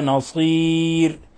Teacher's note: نرقق الراء حال الوقف عليها، لأن الراء مسبوقة بياء ساكنة ووقفنا عليها كونها رأس آي فترقق الراء ولا تفخم.